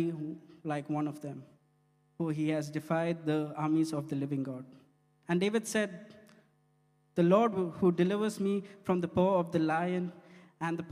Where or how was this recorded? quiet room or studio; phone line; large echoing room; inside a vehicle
large echoing room